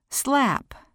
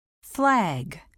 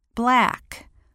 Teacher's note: L sound, light L, in the middle of words.